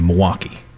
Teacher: Some people leave the L out of Milwaukee and they say Milwaukee.